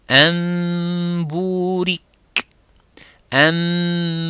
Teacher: D'essayer de la prononcer clairement et avec force, car le mime et le ba viennent du même makhraj. Ce sont les lèvres